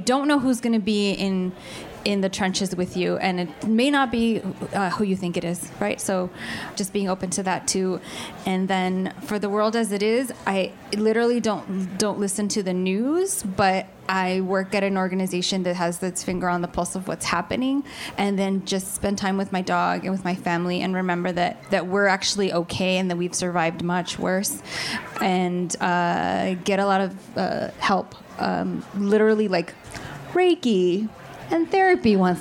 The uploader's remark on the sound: remarks made at the 2018 Tucson Festival of Books at the Nuestras Raices